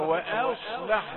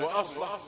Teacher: قل وهمزة رفيقة وأصلح، ولا تقل وأصلح · Shown in: first take